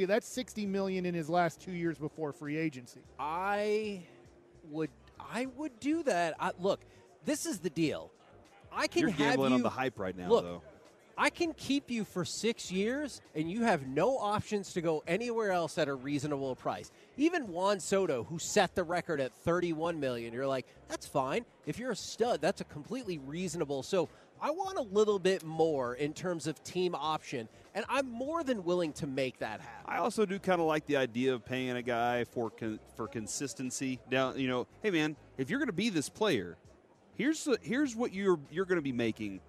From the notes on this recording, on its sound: LIVE from Radio Row in Las Vegas!